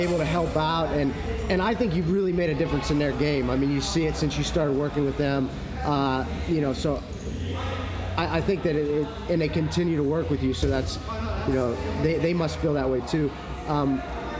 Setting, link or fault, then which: fault, background noise